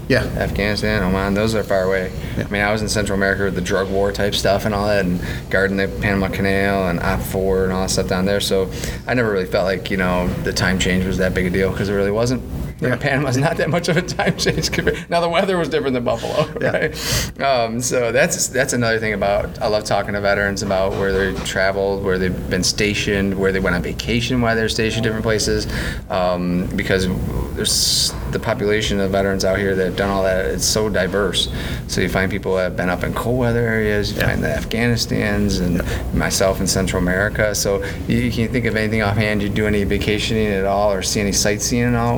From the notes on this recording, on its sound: Recorded at This Little Pig Restaurant.